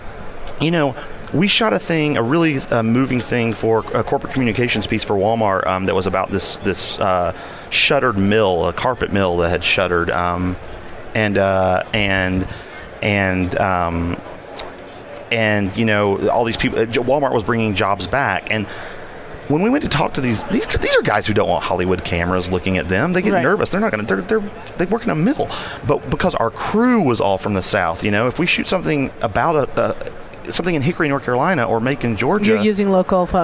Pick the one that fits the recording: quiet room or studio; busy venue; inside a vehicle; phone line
busy venue